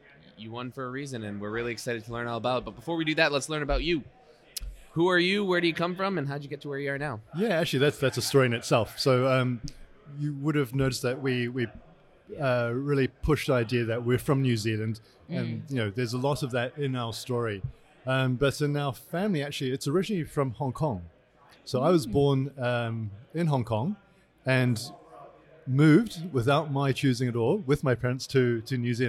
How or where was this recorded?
busy venue